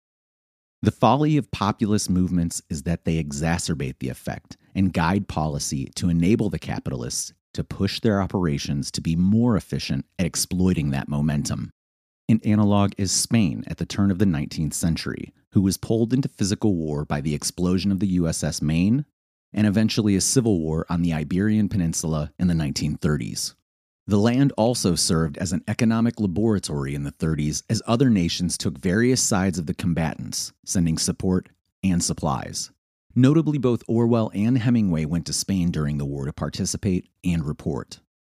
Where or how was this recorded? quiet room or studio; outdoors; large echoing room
quiet room or studio